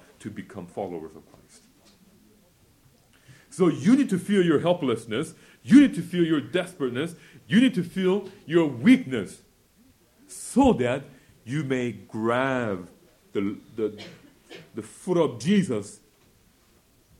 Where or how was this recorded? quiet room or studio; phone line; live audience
live audience